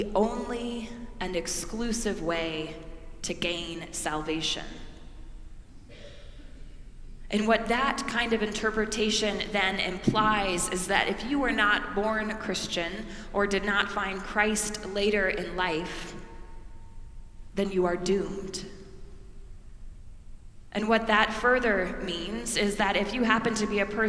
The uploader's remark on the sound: preached at our celebration of the Holy Eucharist on the Fifth Sunday of Easter